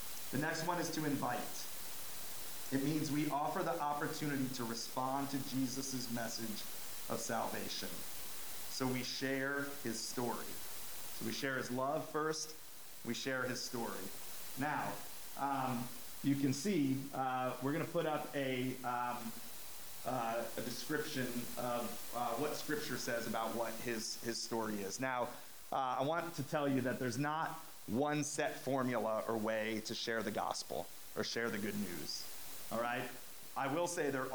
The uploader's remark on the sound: We apologize for the audio quality issues on this episode.